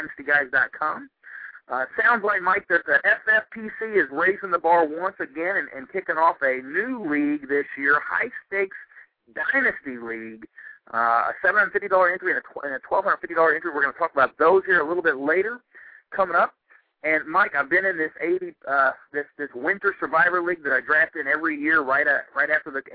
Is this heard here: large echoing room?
no